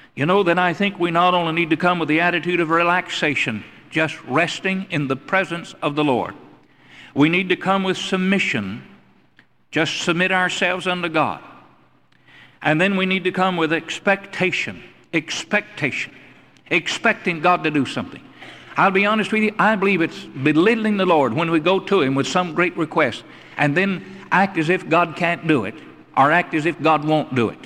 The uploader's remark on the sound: Originally preached at the Northside Baptist Church in Charlotte, NC in 1982.